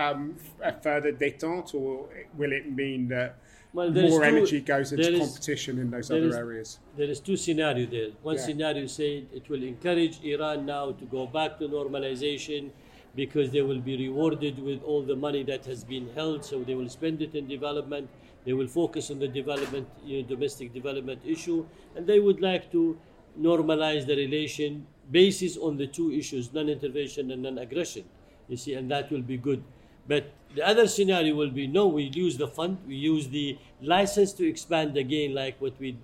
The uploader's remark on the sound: On location at the Doha Forum 2022